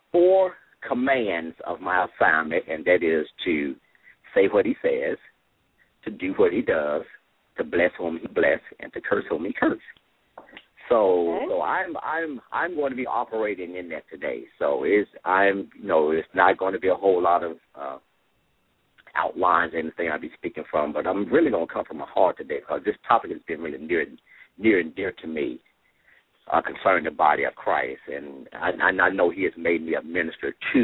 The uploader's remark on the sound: LML uses a progressive live call in format.